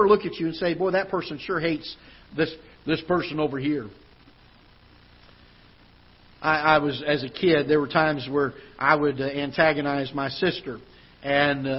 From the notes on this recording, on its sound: Ketha Heights Baptist Church ~ Live Broadcast.